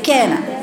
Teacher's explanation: فيها شدة يعني أقطع الصوت